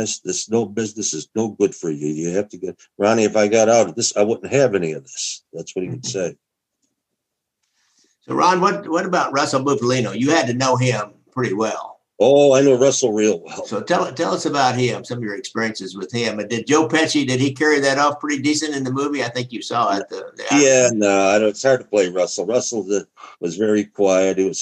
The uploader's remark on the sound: This is the audio from a Zoom call